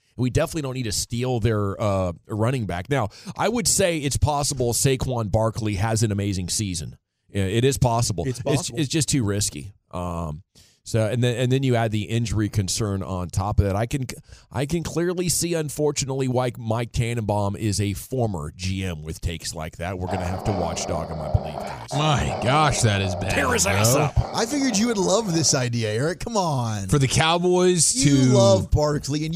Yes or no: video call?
no